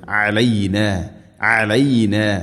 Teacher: അയിൻ തൊണ്ടയുടെ മധ്യഭാഗമാണ് മഖ്റജ്